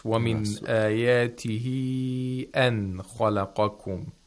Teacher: the Maddul Munfasils are lengthened to four vowel counts.